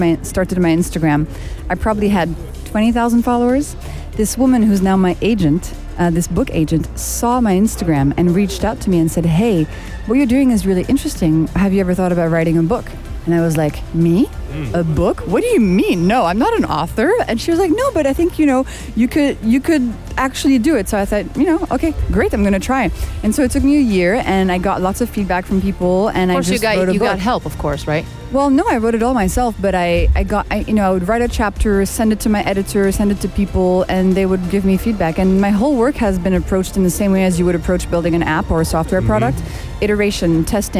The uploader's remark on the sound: Live from SEF 2024.